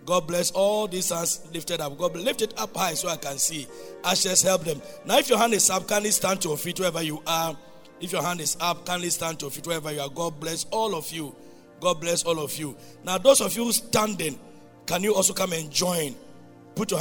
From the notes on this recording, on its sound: Preached at Loyalty House, Abbey, Dahwenya.